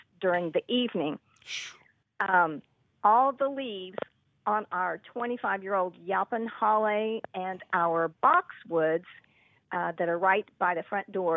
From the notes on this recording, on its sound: Your digging phone calls!!